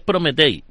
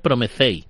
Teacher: entre la T y la E metes un sonido de H · Shown in: second take